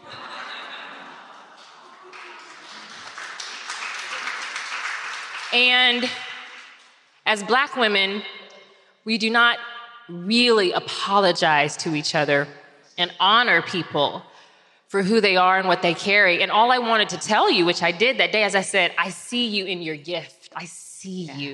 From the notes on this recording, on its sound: LIVE from Atlanta